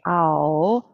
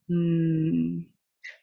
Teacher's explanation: Human beings may reproduce it by extending and strengthening the open compound vowel sound, ow, with the nasal sound, mmm. The ow is generated deep in the body and is brought out through the nasal mm, which then resonates in the head.